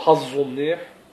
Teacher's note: عملنا إطباق في لفظ الزاي تطلع الظاء العامية، نقول حظه منيح. الظاء اللي بيقولوها بالعامية هي إطباق الزاي، مثل ما الصا هي إطباق السين